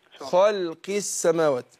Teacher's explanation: اللام هنا مرققة وقعت بين مفخمين الخاء والقاف